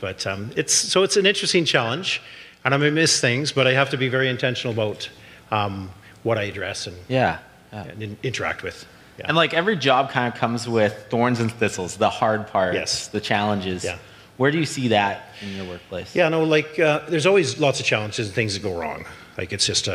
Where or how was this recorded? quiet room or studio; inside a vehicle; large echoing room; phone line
large echoing room